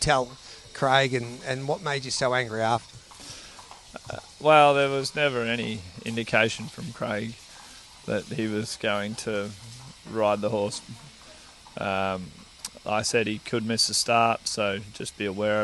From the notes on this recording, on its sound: live from Caulfield track gallops